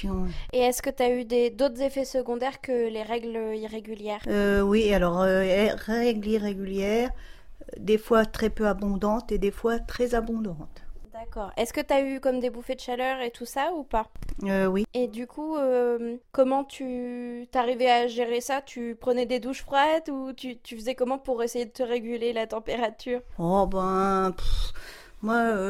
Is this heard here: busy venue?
no